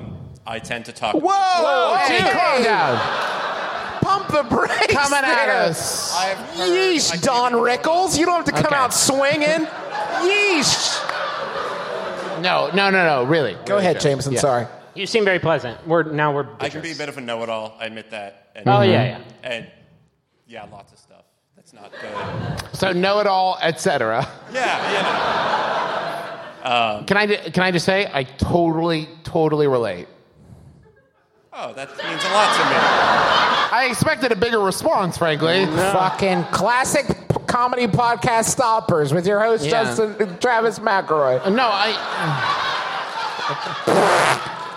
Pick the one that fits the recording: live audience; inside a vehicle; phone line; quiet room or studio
live audience